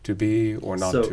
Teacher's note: some lip rounding continuing to tell our ears that underneath that shwu is a goose